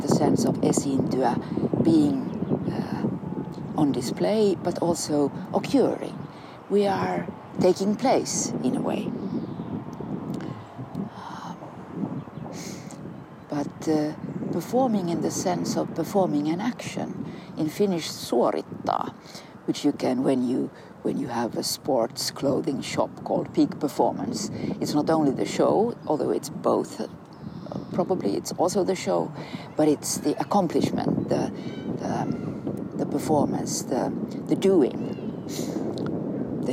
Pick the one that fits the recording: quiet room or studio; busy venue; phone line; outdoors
outdoors